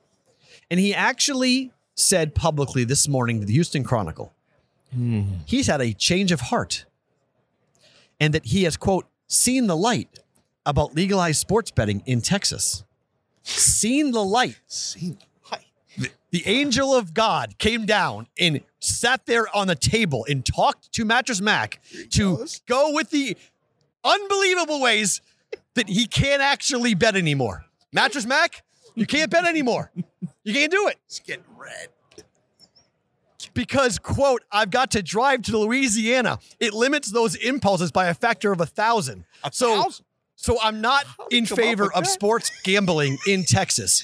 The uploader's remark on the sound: Super Bowl Radio Row. Live from Phoenix AZ for the Super Bowl.